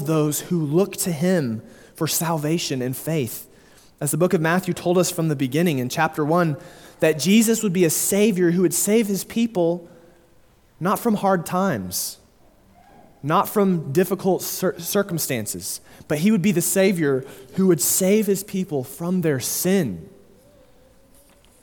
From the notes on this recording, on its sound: Sermon delivered at Immanuel Baptist Church in Springdale, AR on October 9, 2022